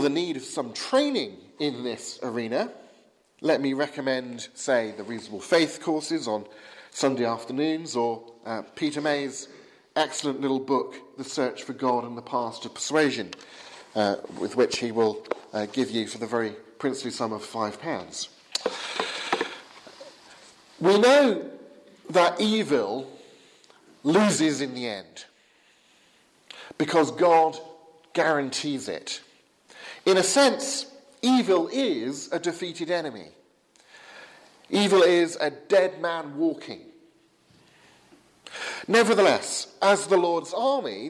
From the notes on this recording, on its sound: from the 8 am service at Highgfield Church Southampton, Sunday 16th October 2016.